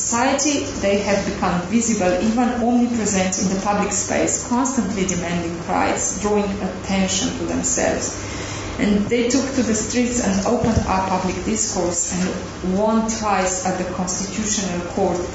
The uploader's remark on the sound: This podcast was recorded at the Refugee Studies Centre's last Wednesday Public Seminar of Michaelmas Term 2011.